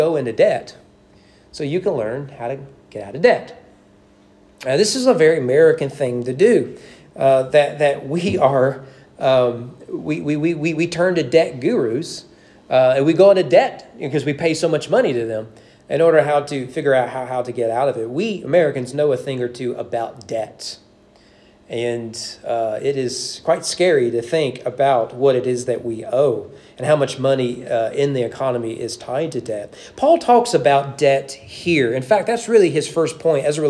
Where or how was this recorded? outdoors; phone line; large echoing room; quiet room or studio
large echoing room